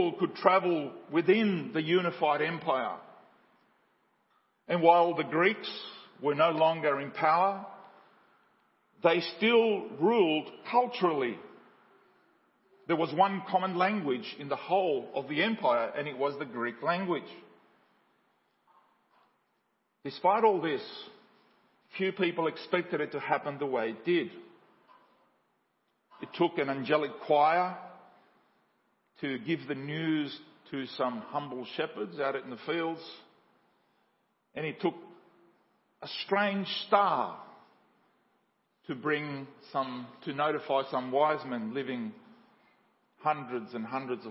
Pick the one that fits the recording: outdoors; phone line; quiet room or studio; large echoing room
large echoing room